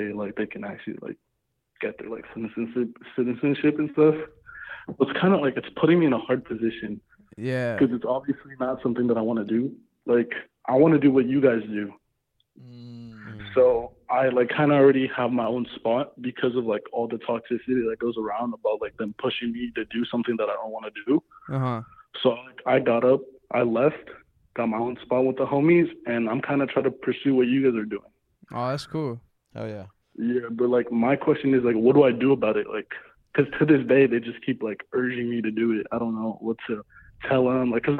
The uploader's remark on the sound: Call In Episode.